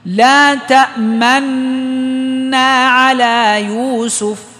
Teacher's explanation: أبدأ لا تأمن، نون مشددة عادي، ما عندي إشمام. بعد ما أبدأ أشير بالشفتين، أضم الشفتين، تنتهي الإشارة قبل ما تنتهي الحركتين. · Term: الإشمام